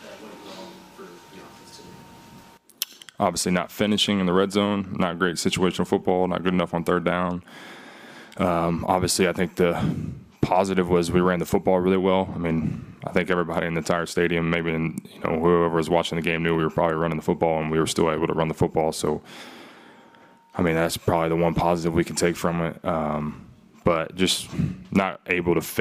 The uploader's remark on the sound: Addresses the media during his postgame press conference following New England's 10-6 loss to the Indianapolis Colts in Frankfurt, Germany.